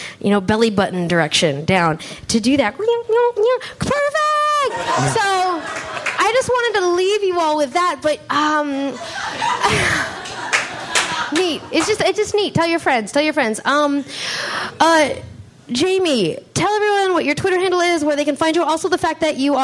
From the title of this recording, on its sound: Live from Washington, DC!